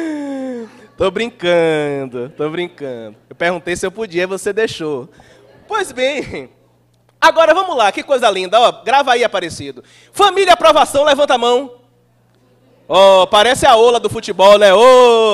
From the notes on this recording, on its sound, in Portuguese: palestra transmitida ao vivo pela RAETV em 18/07/2018 no Centro Espírita Irmã Angélica em Araçatuba-SP